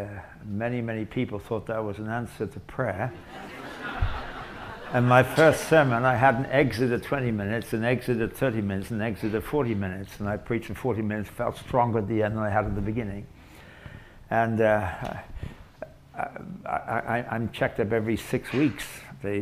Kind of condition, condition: setting, live audience